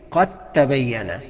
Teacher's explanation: حط الدال في التاء وقولهم كلمه واحده · Term: ادغام